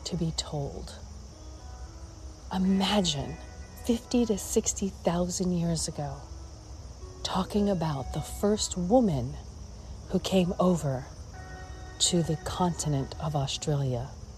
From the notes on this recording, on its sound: Walk and Talk.